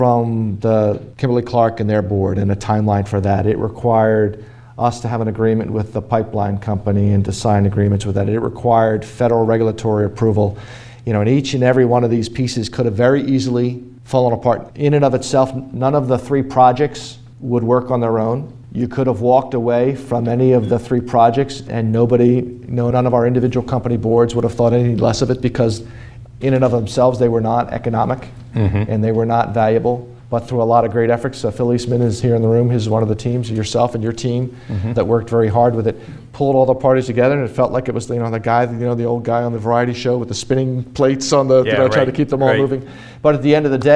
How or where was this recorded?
live audience